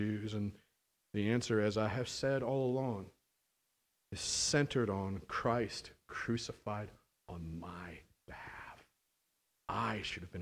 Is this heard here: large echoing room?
yes